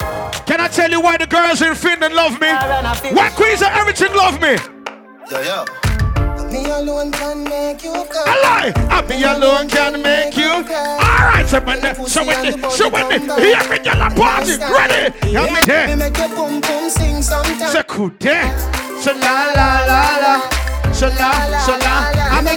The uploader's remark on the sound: LIVE AUDIO AT DANCEHALL SATURDAZE IN HELSINKI, FINLAND.